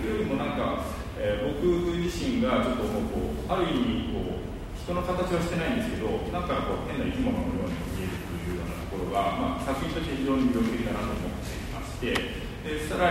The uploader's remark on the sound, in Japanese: のトークイベントの録音です。会場：武蔵野美術大学鷹の台キャンパス 2号館309、310教室。